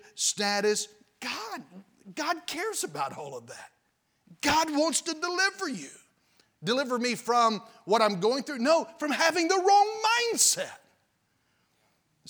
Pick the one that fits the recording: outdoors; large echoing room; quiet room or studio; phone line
large echoing room